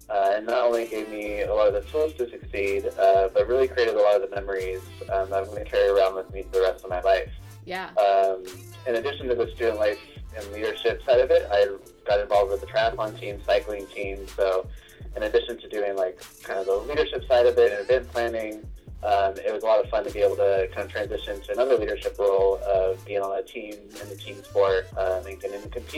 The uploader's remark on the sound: Our first over the phone interview!